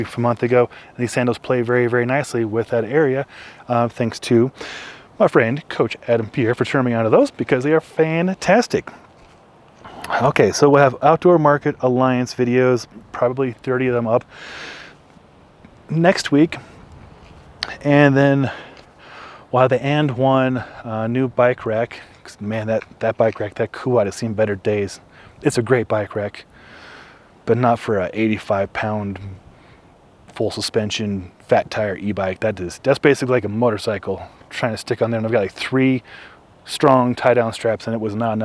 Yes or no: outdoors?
yes